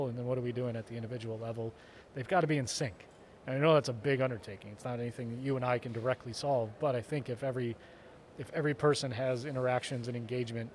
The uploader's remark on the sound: From the GBMP Northeast Lean Conference!